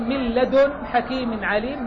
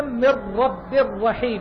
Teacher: إدغام النون في اللام والراء بغير غنة، مثل قوله من لدن حكيم عليم من رب، خلاص سلام قولا من رب رحيم، من رب رب رحيم، هذا إدغام بغير غنة.